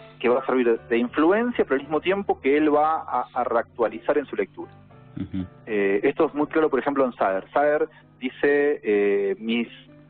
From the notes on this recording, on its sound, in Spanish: Hablamos por teléfono